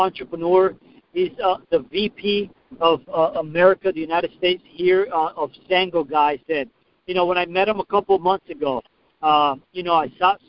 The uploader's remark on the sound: PowerHouse Network Leadership conference call.